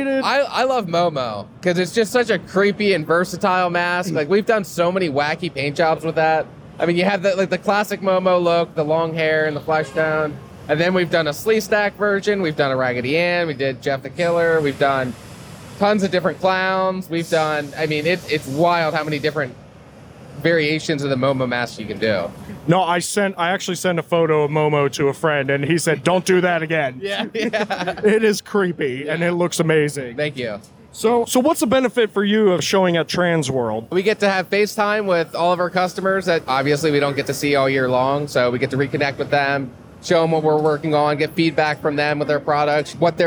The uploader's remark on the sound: During Transworld’s Halloween & Attractions Show 2022 from the show floor.